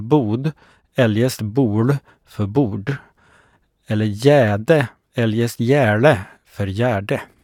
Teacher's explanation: Det i Vingåkerstrakten uppträdande i för y, till exempel i bi för by eller grin för gryn, samt det i norra Södermanland omkring Strängnäs Mariefred bevarade supradentala d, uppkommet ur rd